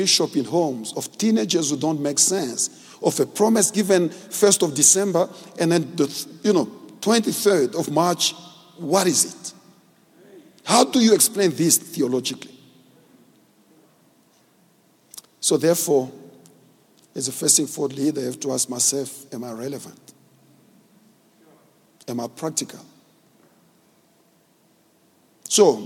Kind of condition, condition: setting, large echoing room